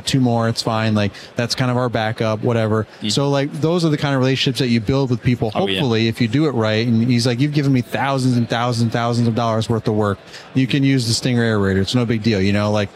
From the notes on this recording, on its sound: Live from Pod-Row at the Huge Convention